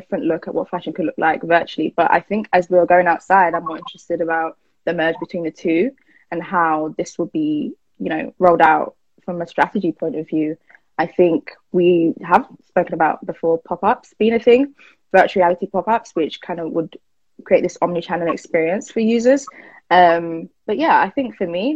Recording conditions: video call